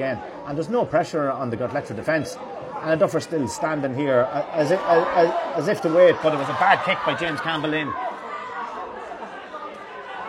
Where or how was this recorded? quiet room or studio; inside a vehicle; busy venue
busy venue